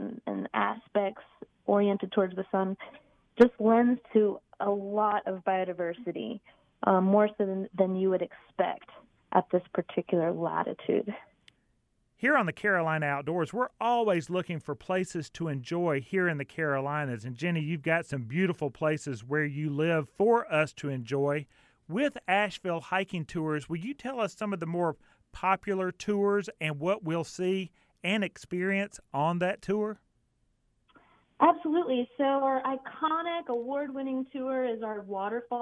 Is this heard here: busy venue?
no